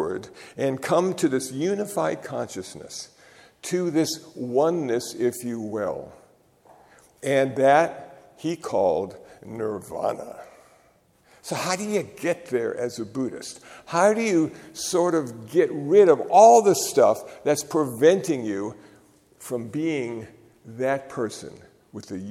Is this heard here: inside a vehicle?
no